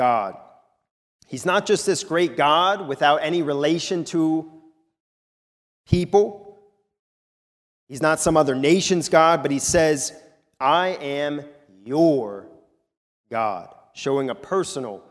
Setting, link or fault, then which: setting, large echoing room